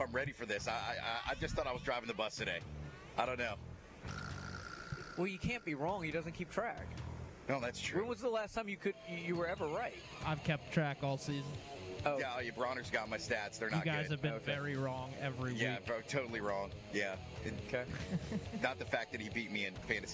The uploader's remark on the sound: LIVE at Faith Academy!